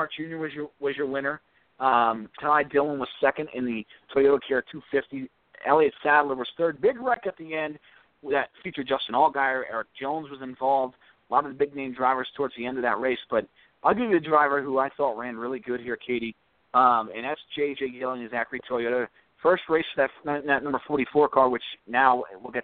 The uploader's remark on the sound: take your phone calls